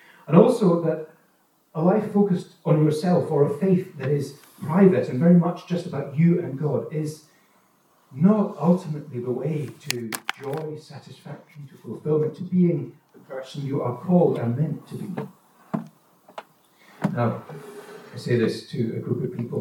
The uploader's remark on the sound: Note that the recording quality of this sermon is lower, due to technical problems during recording.